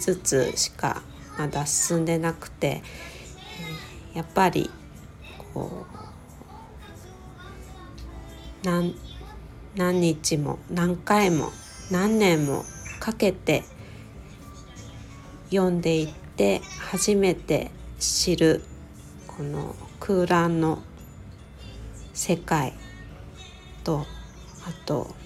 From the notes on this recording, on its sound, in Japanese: 息子が発熱の為、今朝は収録配信でお届けします。熱は下がっていないですが、TVを見ており雑音が大きく入っています。